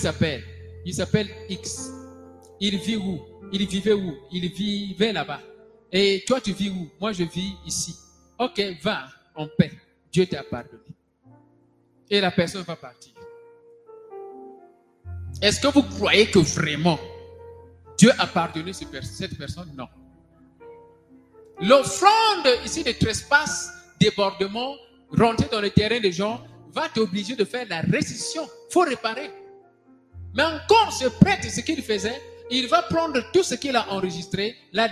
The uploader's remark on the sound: SUNDAY LIVE SERVICE